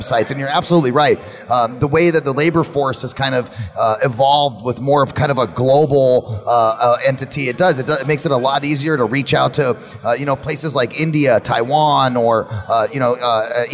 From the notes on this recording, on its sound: VoiceAmerica Broadcasts Live from CEO Space in Las Vegas.